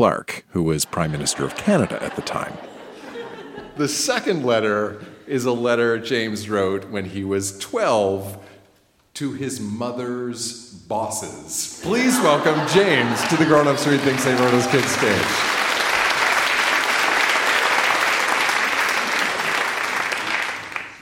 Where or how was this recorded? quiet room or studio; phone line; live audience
live audience